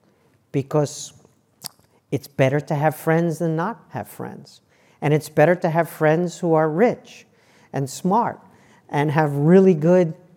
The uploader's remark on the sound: In front of a live audience at Hoover.